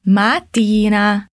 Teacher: Ele tem dois T's, então damos aquela paradinha no ma e depois continuamos